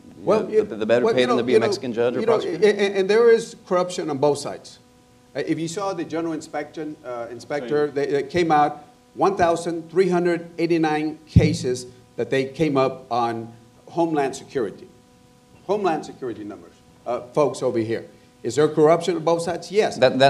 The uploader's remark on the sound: Panel at The Texas Tribune Festival.